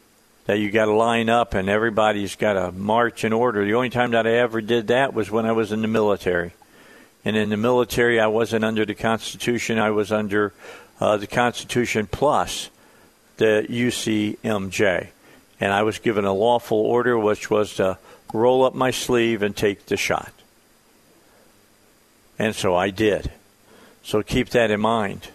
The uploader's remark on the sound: calls